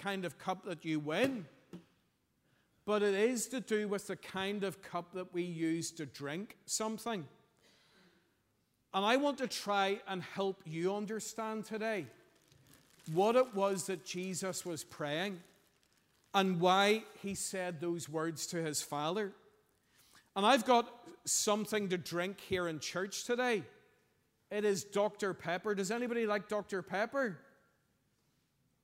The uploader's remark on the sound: Sunday 2nd April 2023 morning service